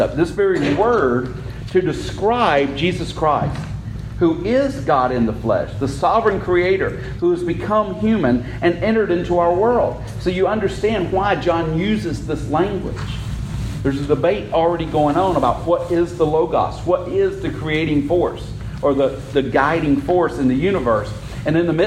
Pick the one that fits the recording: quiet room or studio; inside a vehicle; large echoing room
large echoing room